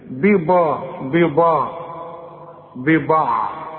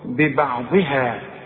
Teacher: لا، البه دي والبه دي مرققة، والعين دائما مرققة بتبعبع كده، الضاد هي اللي مفخمة ومكسورة · Shown in: second take